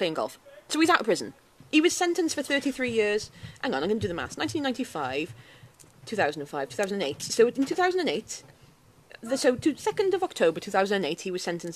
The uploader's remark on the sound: This week we are coming at you from ‘The Bistro Set’ with some top tier sound effects! Grunting and heavy breathing throughout like a creepy caller. My dribbling self who is exuding snot from every orifice at a rate of knots.